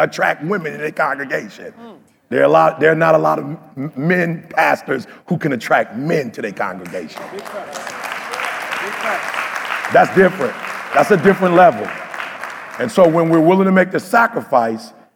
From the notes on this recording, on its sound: In this live episode from Mexico